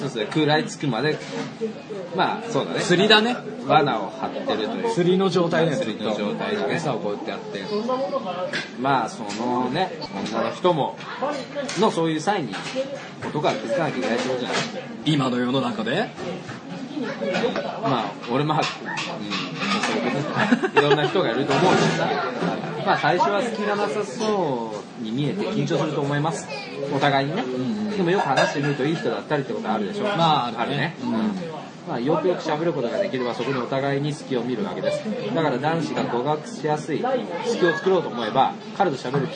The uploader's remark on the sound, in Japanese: 蕎麦屋さんでの収録です